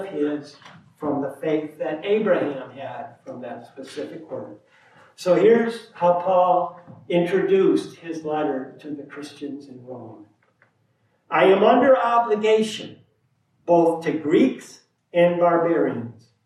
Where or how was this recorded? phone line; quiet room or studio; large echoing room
large echoing room